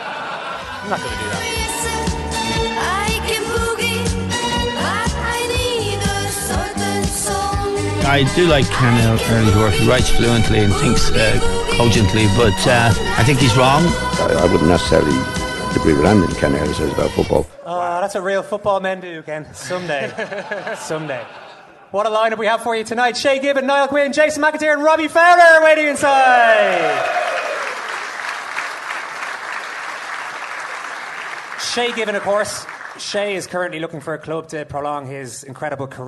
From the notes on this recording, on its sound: Second Captains Premier League Night with Cadbury in The Sugar Club. Came chock-full of football legends, incomprehensible Dublin accents and bold predictions.